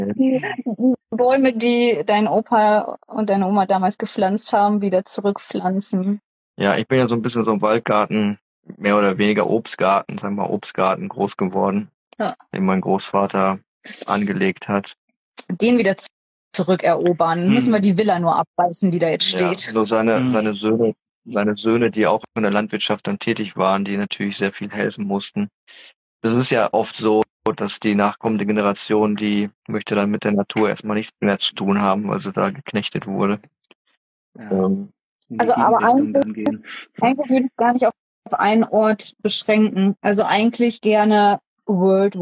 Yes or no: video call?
yes